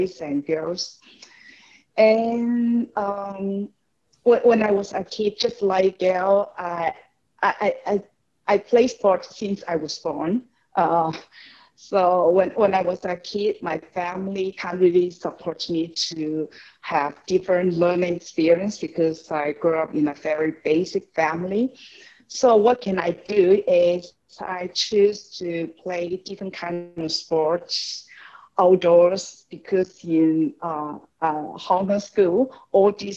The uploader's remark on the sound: This special episode features a live panel discussion webinar recorded on 29th October 2020 in partnership with our title sponsor, Societe Generale.